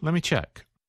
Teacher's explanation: combined the two words let me into one when he said lemme